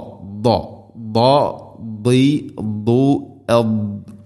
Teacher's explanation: ദാദിൻ്റെ മഖ്റജ് നാവിൻ്റെ ഏതെങ്കിലും ഒരു സൈഡ് അണപ്പല്ലുകളോട് ചേർന്ന് അതിൻ്റെ അരു നീളത്തിൽ തട്ടിക്കൊണ്ടായിരിക്കണം. അതോടൊപ്പം അത് ഇസ്തിഇലാഇൻ്റെ അക്ഷരമാണ്.